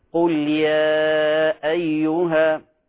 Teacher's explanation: كذلك ننبه على قضية عدم تسهيل الهمزات، لا نقول قل يا أيها، لأن الهمزة كما تعلمون ومر معنا الهمزة من حروف الشدة، قل يا أيها بدون قطع لكن فيها شدة